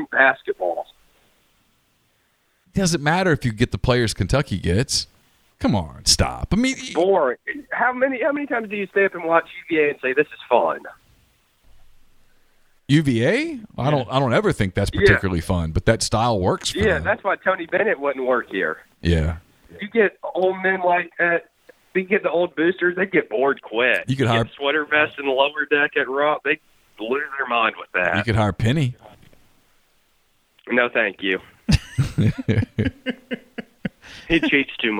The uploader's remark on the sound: take some calls during the live show